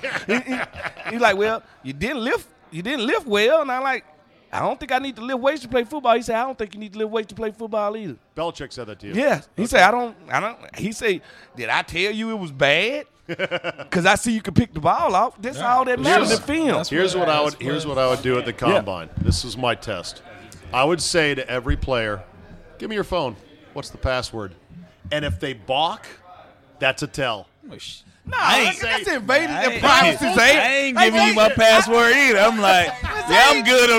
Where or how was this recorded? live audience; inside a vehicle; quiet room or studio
live audience